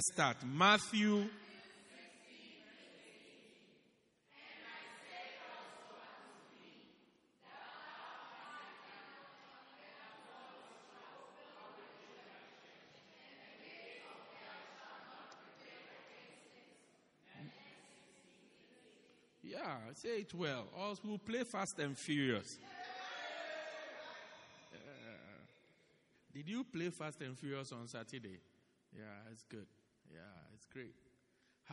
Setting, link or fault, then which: setting, large echoing room